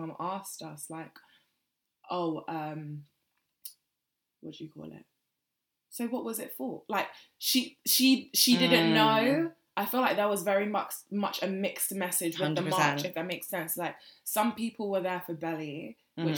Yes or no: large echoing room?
no